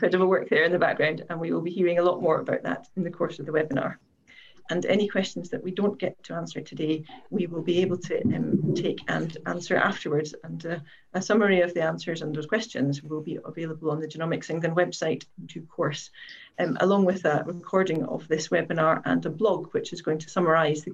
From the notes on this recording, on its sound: We are taking you back to the Reanalysis Webinar for Participants.